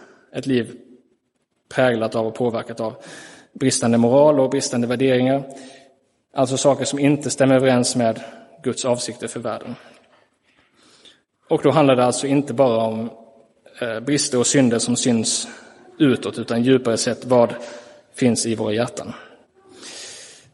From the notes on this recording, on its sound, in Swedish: Inspelad i Roseniuskyrkan den 30 juli 2023.